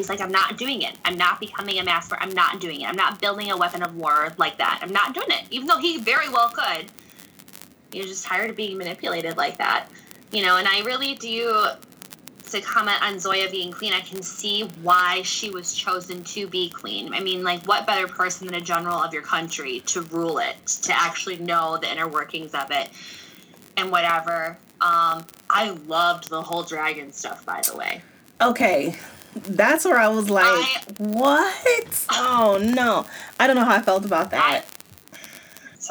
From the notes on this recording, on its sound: Apologies for the static; I don't know what that was